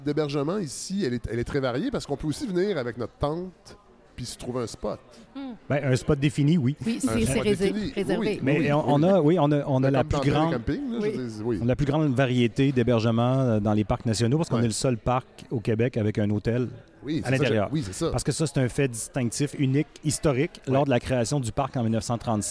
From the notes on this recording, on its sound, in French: le Mont Albert où nous avons enregistré l'épisode